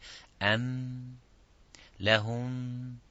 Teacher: So you say أم لهم، and slightly you are laying on the ميم، the lips are laying with each other softly, not hardly